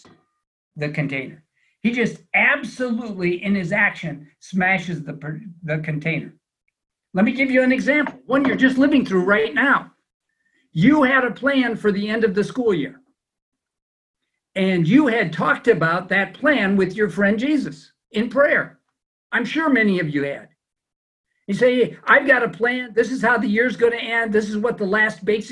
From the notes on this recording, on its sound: It's also our first teaching via Zoom during a time of social distancing.